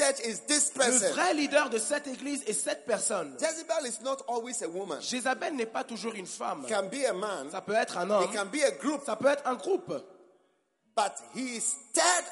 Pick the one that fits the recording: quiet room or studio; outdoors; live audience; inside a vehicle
live audience